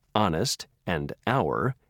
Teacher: In a few words, like honest and hour, the H is never pronounced.